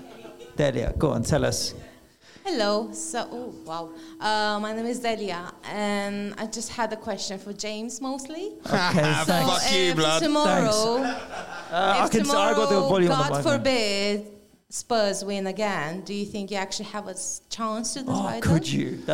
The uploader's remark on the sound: Planet FPL Live 4! Audience Q'N'A. Following Sunday night's live show much of the audience stayed behind for a Q'N'A.